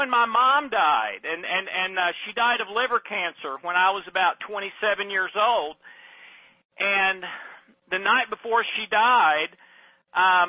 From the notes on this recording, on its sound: Please forgive the inferior sound quality, as this was a recorded conference call.